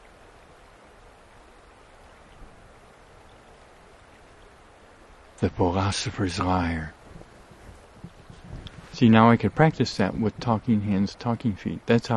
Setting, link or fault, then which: setting, outdoors